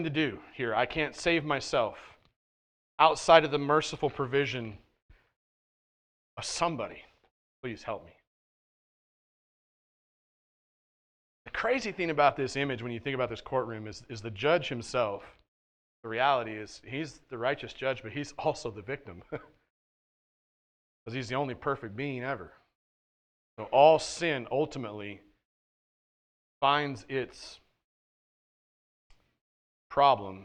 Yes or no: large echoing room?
yes